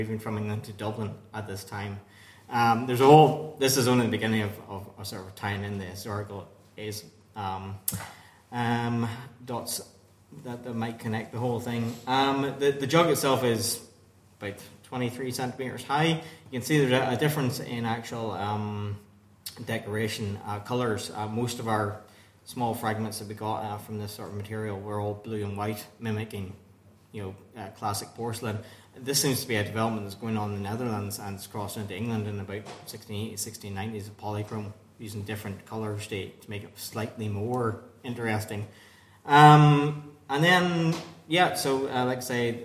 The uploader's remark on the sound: at the 2023 Tudor and Stuart Ireland Conference